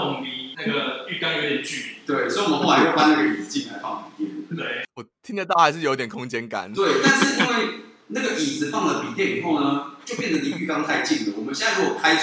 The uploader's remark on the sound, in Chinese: 體驗浴室全裸錄音，回音響徹天際。這個音質，神仙也難救。